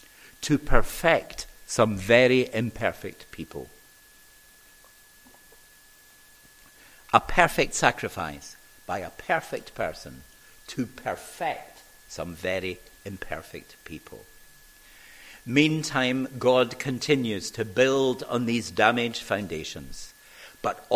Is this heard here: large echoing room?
yes